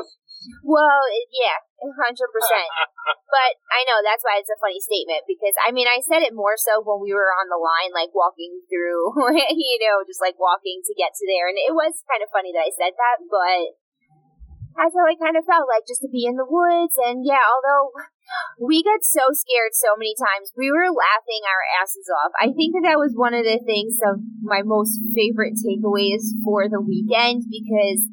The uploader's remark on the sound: Listen in as we travel back from Boo, A Mindbender Production, recording in the car.